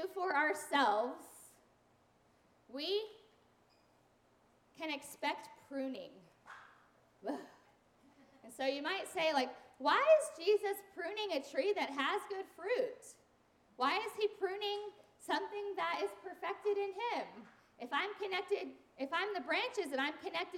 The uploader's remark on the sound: Sunday sermons and special event audio from Dwelling Place NRV in Christiansburg, Virginia.